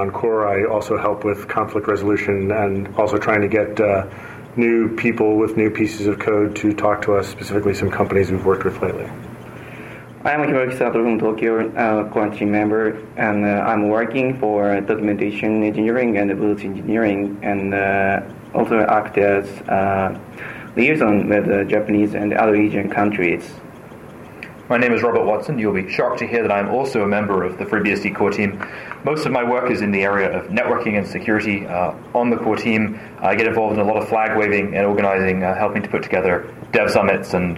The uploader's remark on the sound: The interview was recorded at BSDCan in Ottawa, Cananda.